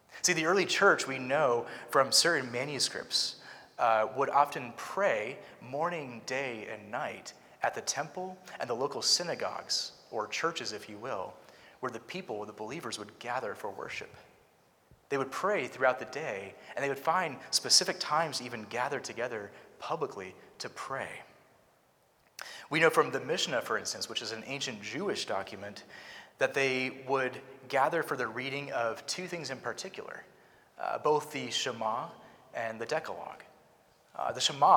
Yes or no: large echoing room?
yes